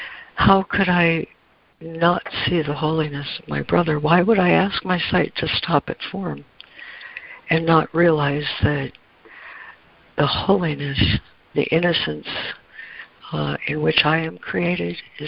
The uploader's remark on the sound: ACIM Daily Conference Call.